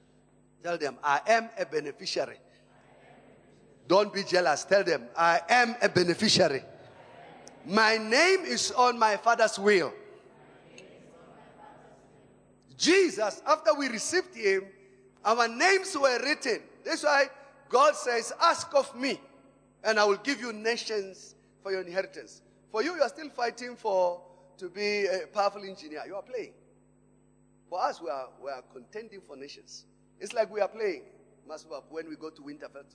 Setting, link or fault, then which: setting, large echoing room